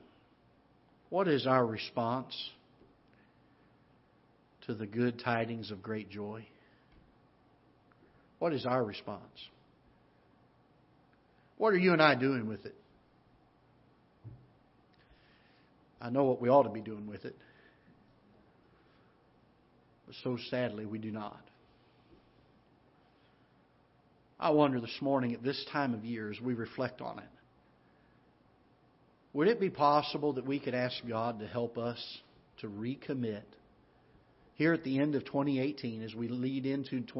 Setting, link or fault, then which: setting, large echoing room